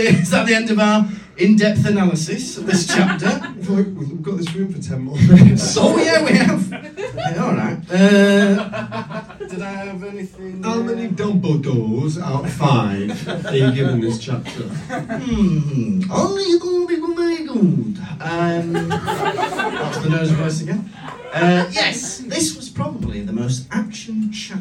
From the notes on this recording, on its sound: Recorded live in London.